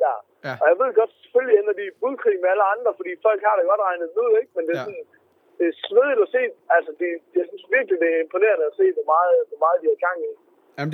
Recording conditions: inside a vehicle